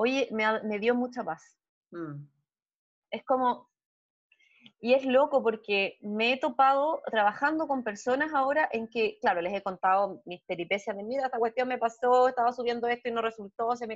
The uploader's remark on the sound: Zoom Session 01